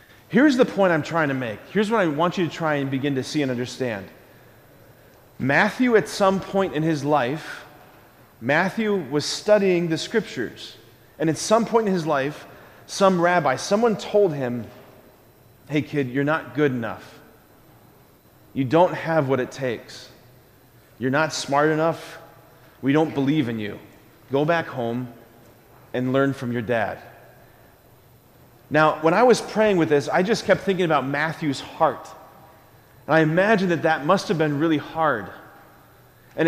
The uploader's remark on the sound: School Mass. Preached this homily on September 21, 2023 at Sacred Heart of Jesus Catholic Church in Wadsworth, OH.